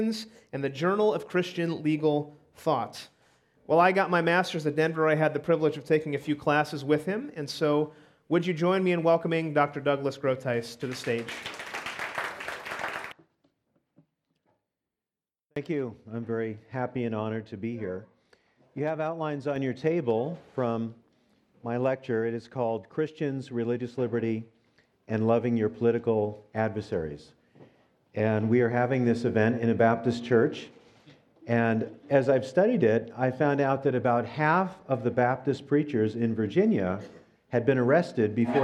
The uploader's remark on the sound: This episode was recorded as part of our live Underground Sessions event on October 5, 2019.